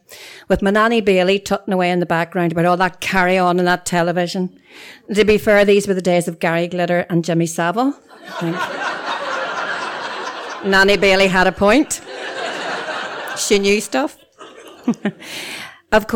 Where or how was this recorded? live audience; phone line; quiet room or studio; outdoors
live audience